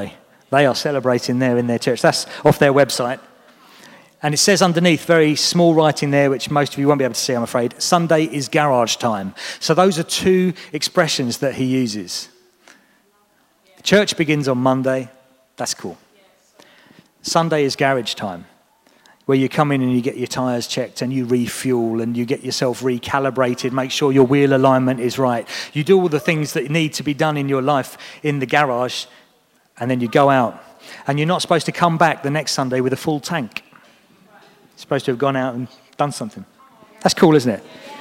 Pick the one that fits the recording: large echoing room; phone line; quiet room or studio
large echoing room